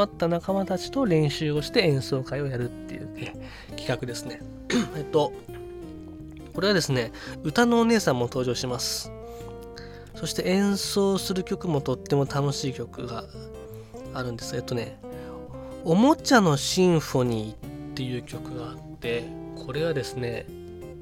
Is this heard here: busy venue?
no